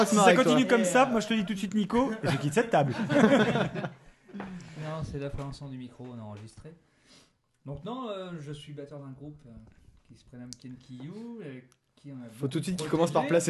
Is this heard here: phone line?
no